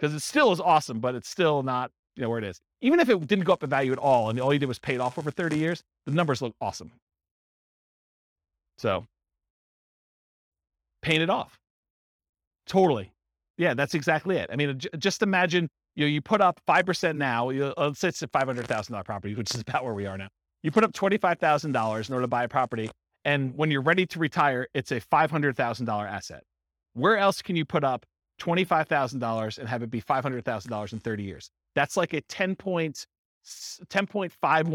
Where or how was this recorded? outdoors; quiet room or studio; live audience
live audience